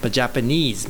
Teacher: ジャパニーズってニーズが一番長いんですよ。 · 3音節で一番最後にある場合は、例えばジャパニーズみたいな感じで一番最後にこうストレスが来てるじゃないですか